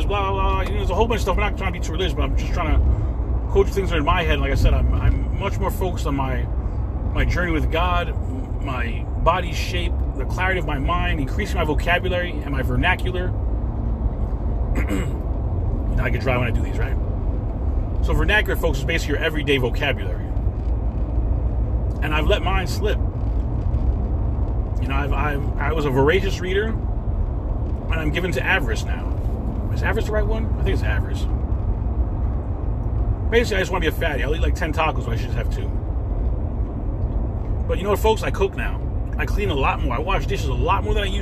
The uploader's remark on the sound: In this CarCast